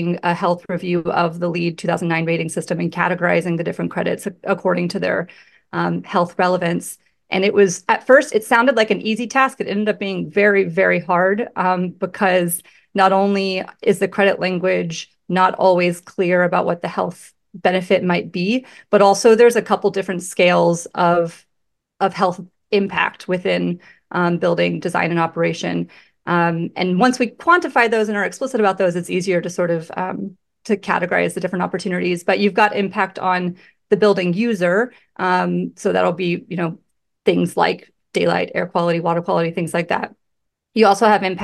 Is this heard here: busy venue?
no